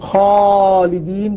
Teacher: فالألف متغير تابع، يقول خالدين فخمت الألف تبعا للخاء